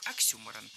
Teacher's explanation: Ударение в этом слове нужно ставить на второй слог